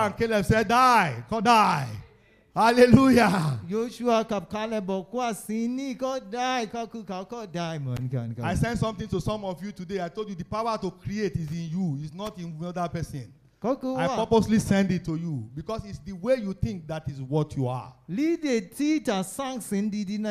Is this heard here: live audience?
yes